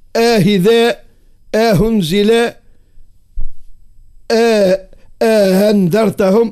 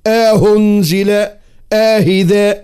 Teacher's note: وكان بعض أهل الأداء يقرب الهمزة المسهلة من مخرج الهاء